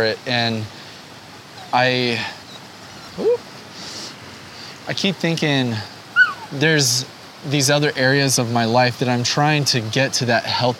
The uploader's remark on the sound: Enjoy a beautiful day outside while discussing the topic of vulnerability.